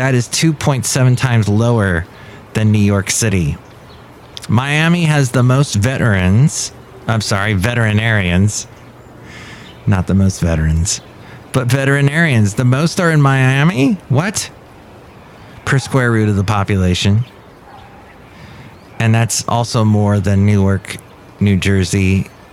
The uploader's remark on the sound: podcasts live from Café Anyway